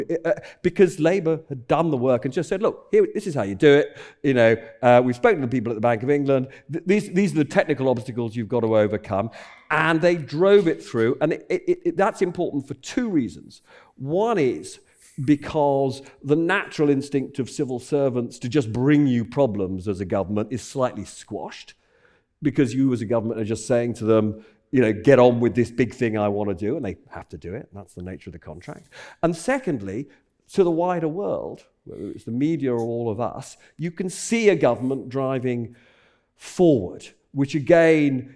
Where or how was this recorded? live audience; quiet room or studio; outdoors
live audience